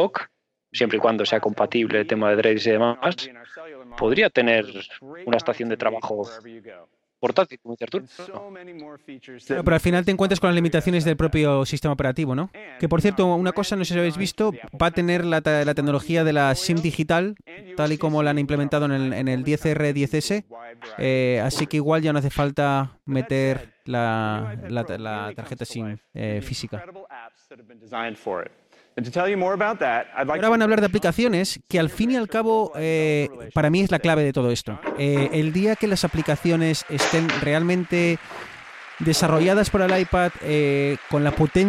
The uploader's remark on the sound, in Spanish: Hoy nos hemos animado a cubrir en directo la última presentación de Apple desde la Brooklyn Academy of Music de NY.